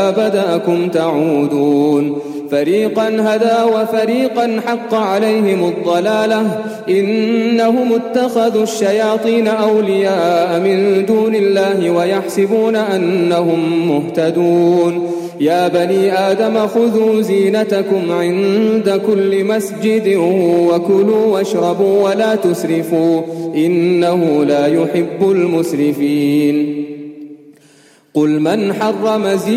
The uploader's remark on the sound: Taraweeh Salaah at the Houghton Masjid (West Street)